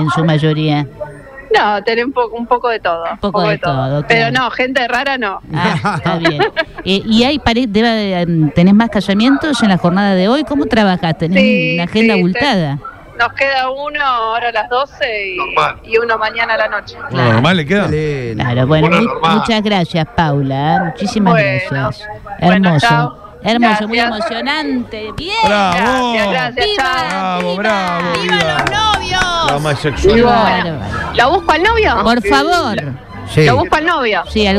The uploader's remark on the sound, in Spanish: Móvil EN VIVO desde el Registro Civil